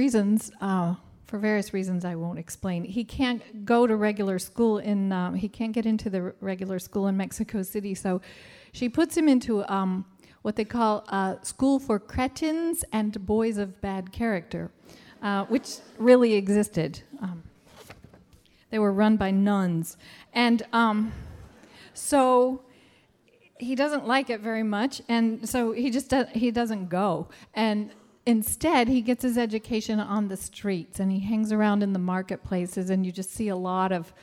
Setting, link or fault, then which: setting, live audience